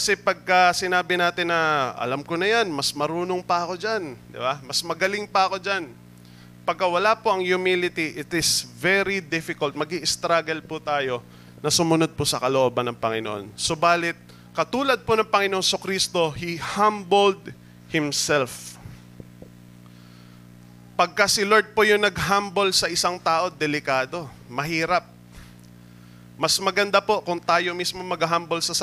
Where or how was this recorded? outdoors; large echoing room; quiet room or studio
large echoing room